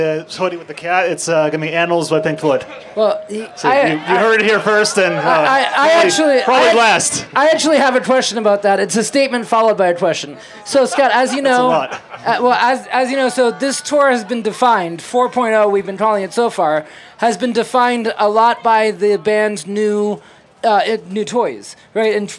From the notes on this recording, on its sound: We are so happy to share the recording of our Live Event from the Dick's Lot.